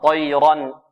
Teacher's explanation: الراء مفخمة والياء مرققة